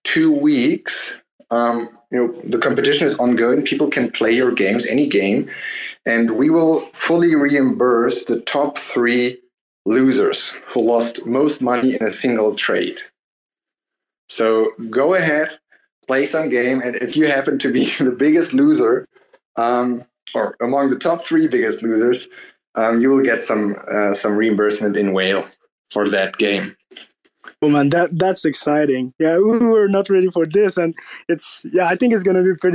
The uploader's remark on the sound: White Whale Community Call